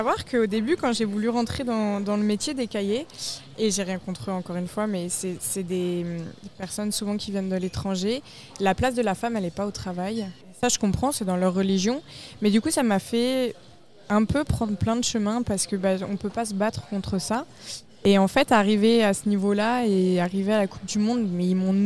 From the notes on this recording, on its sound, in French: Elle est de passage au Québec. Merci au restaurant le Renoir pour l'accueil lors de l'enregistrement du podcast.